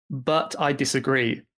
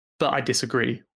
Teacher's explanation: I think it can sound weird if I say, but I disagree. It's probably more common to say, but I disagree without that strong T. · Shown in: second take